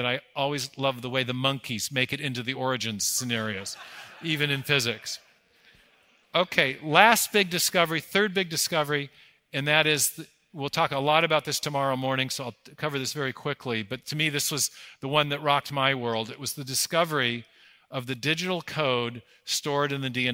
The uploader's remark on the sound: 2023 Dallas Conference on Science and Faith